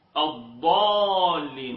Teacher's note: البعض الآخر جاء بالضاد دالة مفخمة، تقول الضالين، وهذا أيضا خطأ شديد جدا.